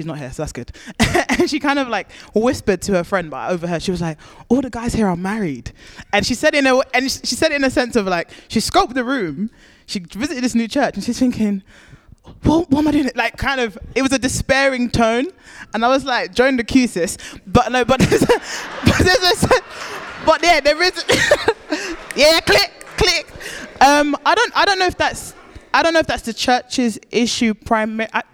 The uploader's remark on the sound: Audio from the Black Berea Live Event.